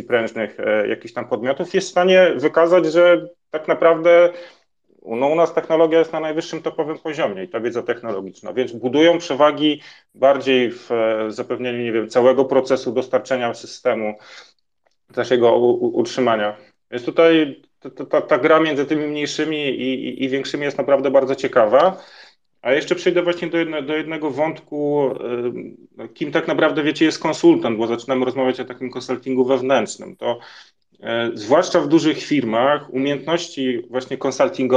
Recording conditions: video call